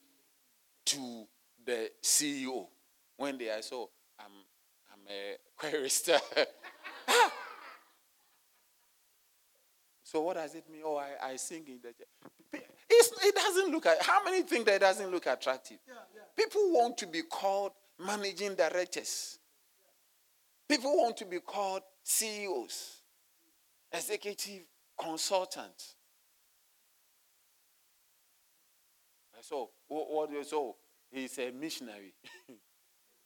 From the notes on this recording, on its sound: Sermon delivered on Wednesday, January 31, 2024, at Serious Christian Church in Cape Town, South Africa.